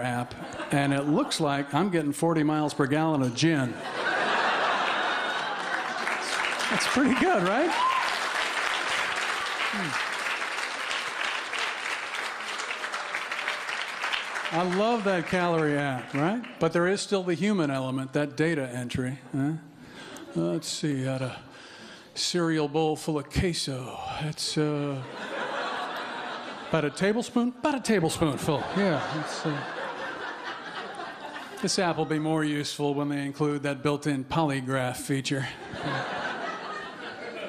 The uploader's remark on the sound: Stand Up Comedy Live Gotham Comedy Club